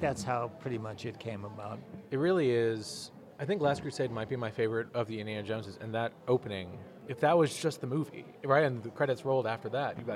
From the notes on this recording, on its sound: This quick conversation was recorded live at maybe my favorite convention in the world, the great Dallas Comic Show . There’s some background noise, etc.